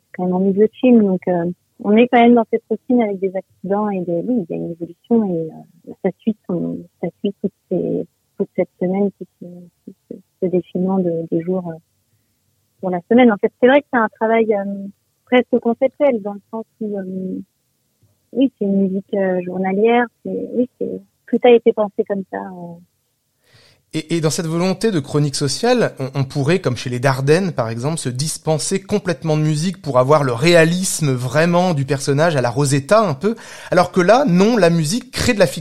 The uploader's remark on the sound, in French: par téléphone